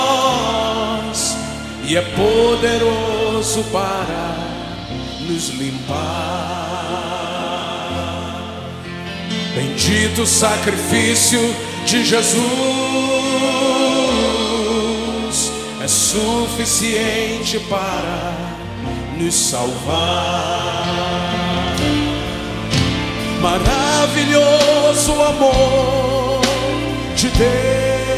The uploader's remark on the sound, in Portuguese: Gravado ao vivo no Centro de Convenções MinasCentro.